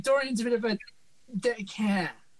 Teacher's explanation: So, yeah, so more nasal, drop the T